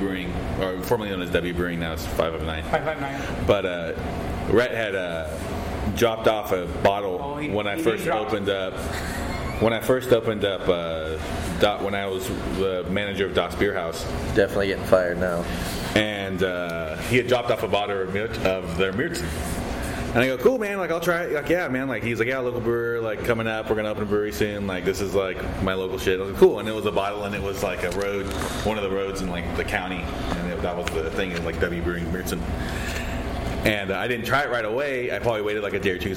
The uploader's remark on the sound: recorded in the one & only Spokeasy Public House